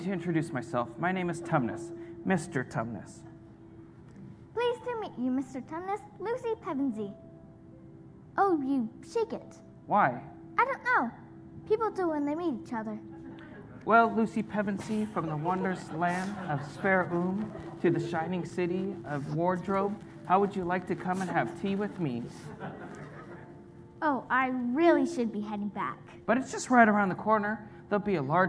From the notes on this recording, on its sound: This message was recorded at a Sunday service